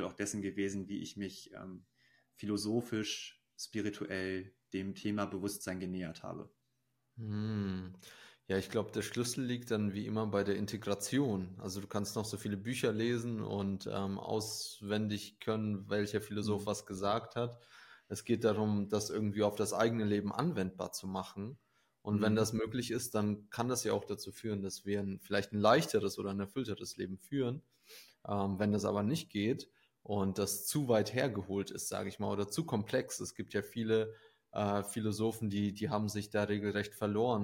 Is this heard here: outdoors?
no